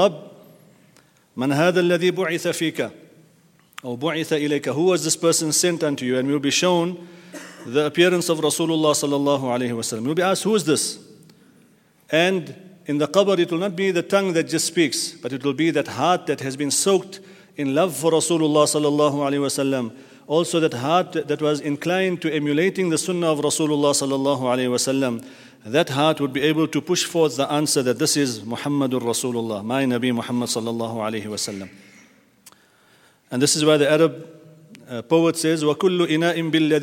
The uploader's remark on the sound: at the Houghton Masjid (West Street)